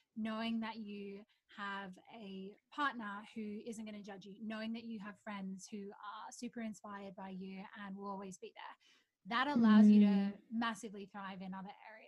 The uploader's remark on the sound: Note: The sound quality is not to usual standards as I experiment with a new recording platform!